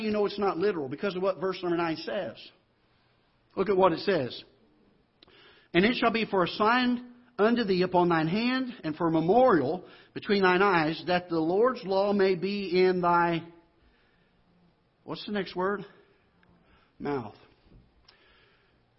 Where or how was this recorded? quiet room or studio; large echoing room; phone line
large echoing room